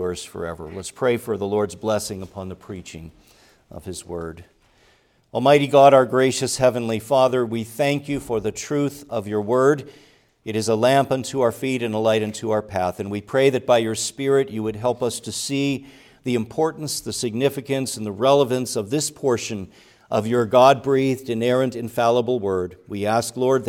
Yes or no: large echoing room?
yes